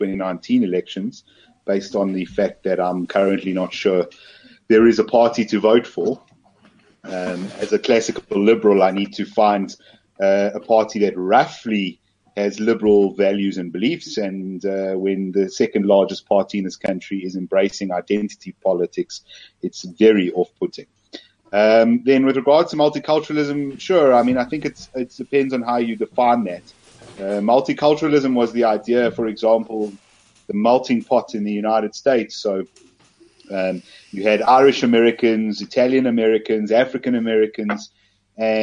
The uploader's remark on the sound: a recording of a live YouTube debate